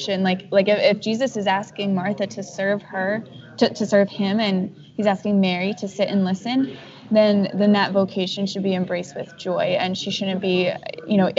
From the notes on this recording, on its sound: who was in a coffee shop while we were recording, so enjoy the awesome soundtrack in the background